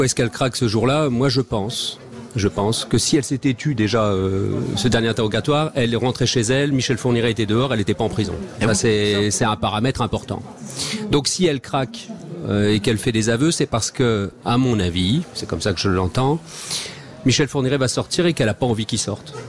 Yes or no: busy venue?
yes